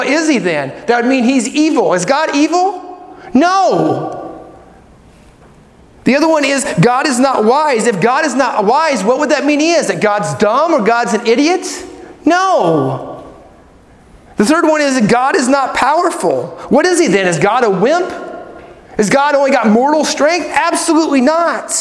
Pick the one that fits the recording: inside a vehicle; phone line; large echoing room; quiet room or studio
large echoing room